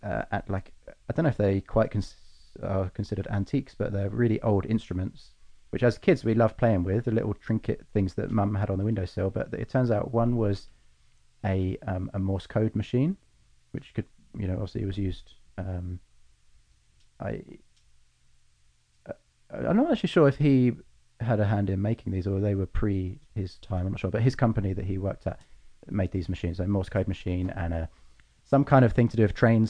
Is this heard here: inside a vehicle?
no